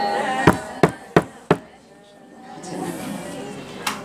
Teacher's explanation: الهمزة ما فيهاش همس، ولا الزاي فيها همس، ولا المد فيه همس